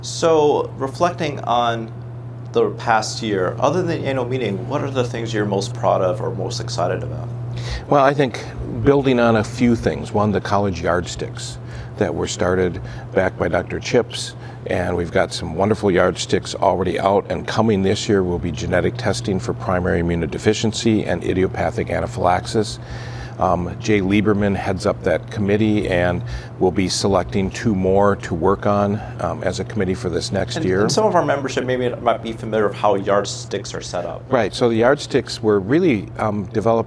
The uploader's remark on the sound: At the 2019 ACAAI Annual Meeting in Houston, Texas we interviewed the leaders of the College